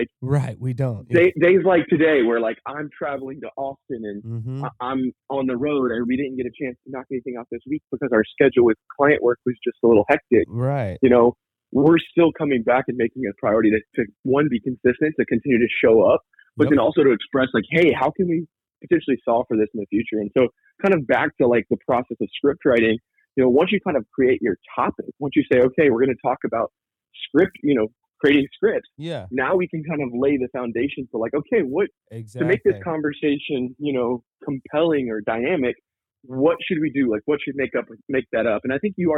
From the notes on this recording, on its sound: on the phone